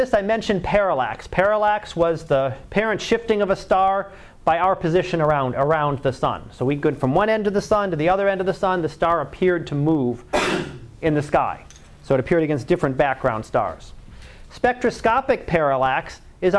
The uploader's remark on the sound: Live Class Lecture.